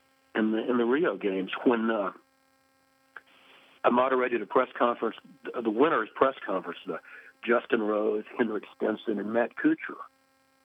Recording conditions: phone line